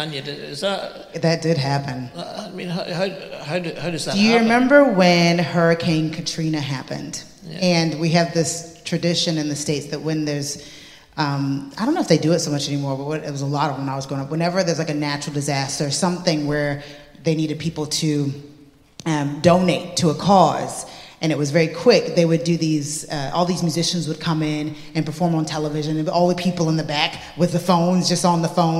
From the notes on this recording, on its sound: Interview at this year's 4 Corners Festival. Those who filled Fitzroy that night will remember an amazing evening of conversation about music and faith and social justice.